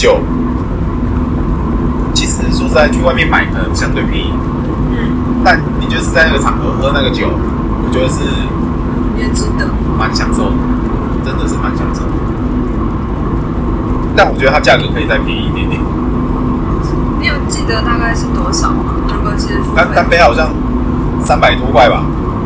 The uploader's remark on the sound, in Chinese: 這次在車上錄音的，所以音質很差